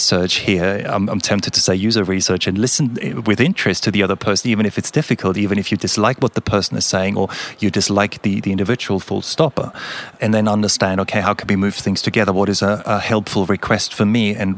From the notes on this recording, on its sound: Whilst at the Leading the Product Conference in Stockholm recently, I caught up